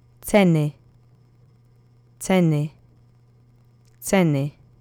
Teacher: Accent is on the first syllable.